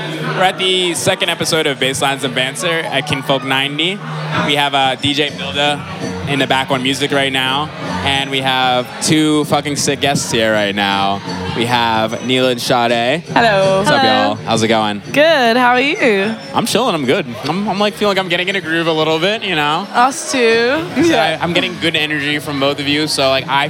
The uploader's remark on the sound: Recorded on August 28th, 2018 at Kinfolk 90 in Brooklyn, NY. Basslines & Banter is a visual podcast that is recorded live at the party which shares the same name.